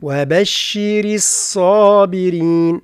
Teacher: من ترقيق الراء يعني ننتقل بإتقان إلى تفخيم الصاد